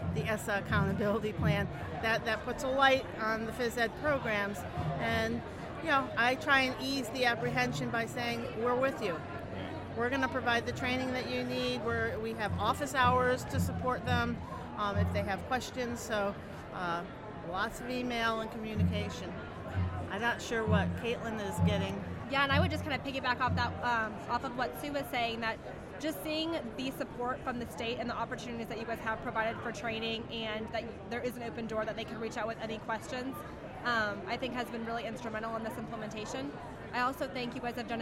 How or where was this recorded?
busy venue